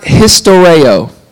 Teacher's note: The word to visit is the word historeo. It's actually got the rolled R.